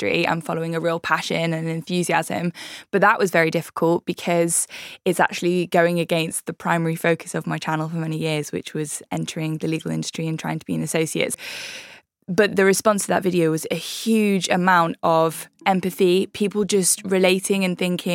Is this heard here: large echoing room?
no